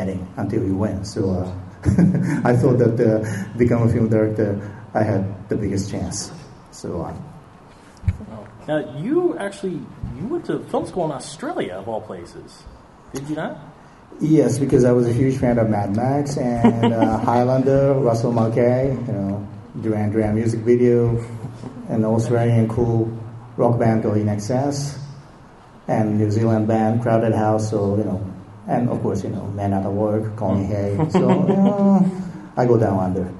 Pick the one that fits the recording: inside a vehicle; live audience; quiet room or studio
live audience